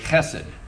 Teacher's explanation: The first sound is a CH sound, like in German, ach. So like you're clearing your throat